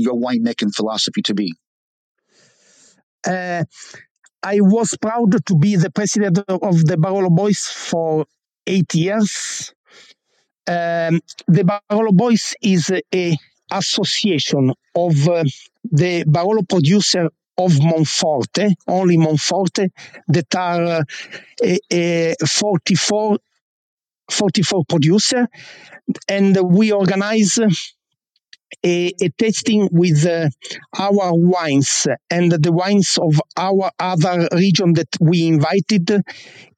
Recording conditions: video call